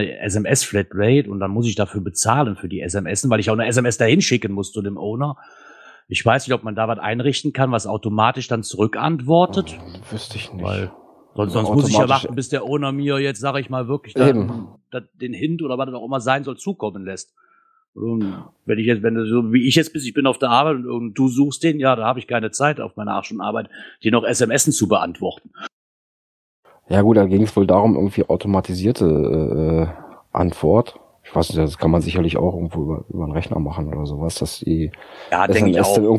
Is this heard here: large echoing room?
no